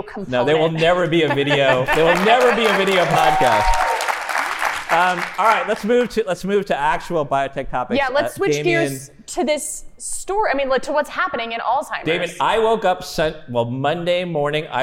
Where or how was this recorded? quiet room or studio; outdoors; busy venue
busy venue